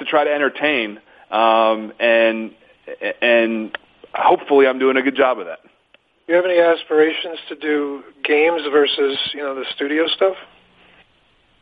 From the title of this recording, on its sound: MLB Conference Call